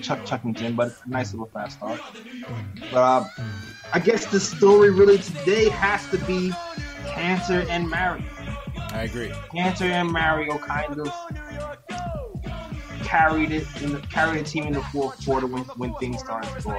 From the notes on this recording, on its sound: take live phone calls from fans around the world